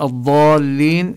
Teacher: الضاد مخرجها من حافة اللسان إما اليمنى أو اليسرى، وعند النطق بها كما بينا يعني يعلو اللسان إلى الحنك الأعلى ويلتصق بالحنك الأعلى. فلفظ الضالين ينبغي أن تبدو الضاد فيه واضحة. · Term: حرف الضاد